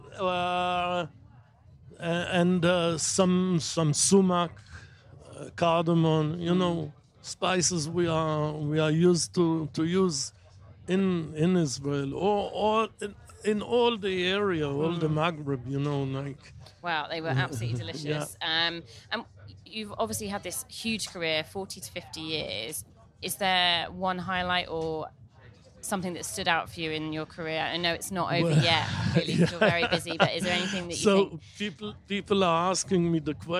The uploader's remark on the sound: at Wilderness Festival, in Oxfordshire